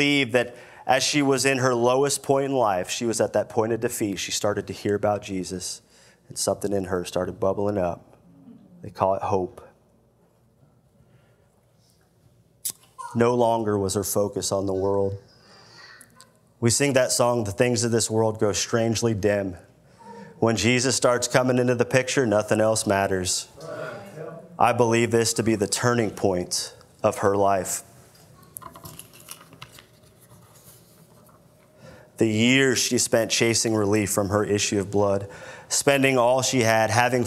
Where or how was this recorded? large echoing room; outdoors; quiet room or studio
large echoing room